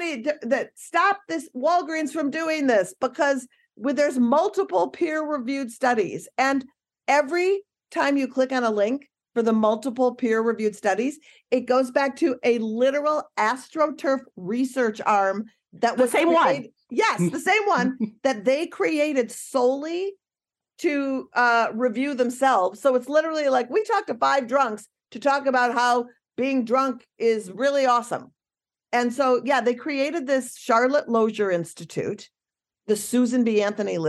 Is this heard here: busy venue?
no